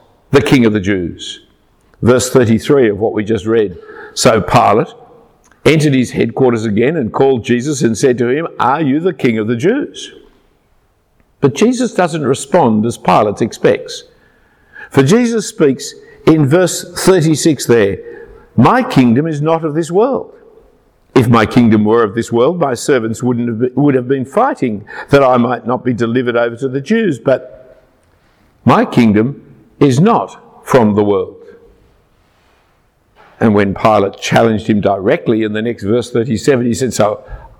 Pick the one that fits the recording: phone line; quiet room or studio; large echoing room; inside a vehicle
large echoing room